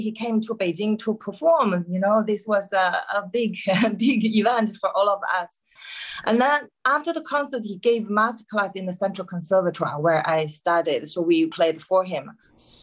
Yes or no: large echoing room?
no